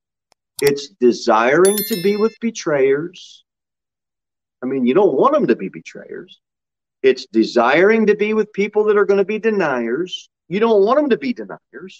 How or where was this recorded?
large echoing room